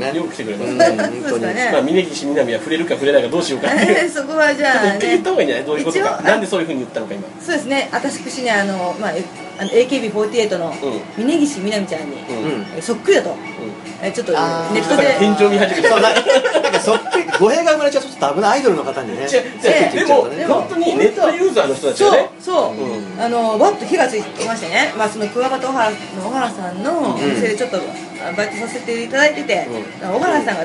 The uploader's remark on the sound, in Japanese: 某ステーキハウスにてこっそり収録。閉店間際だってイイからイイから。